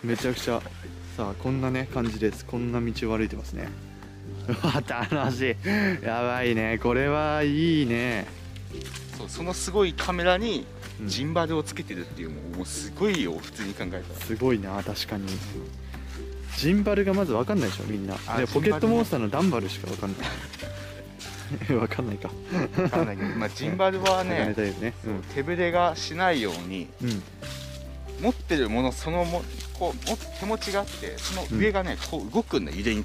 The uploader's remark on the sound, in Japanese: YouTubeと同時配信！カメラテスト兼ジンバルテスト兼ラジオ収録。今回実はカメラで収録をしました。